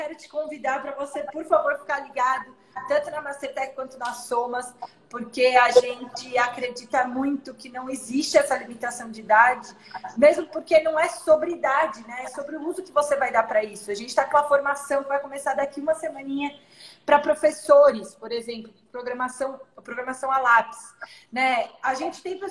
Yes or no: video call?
yes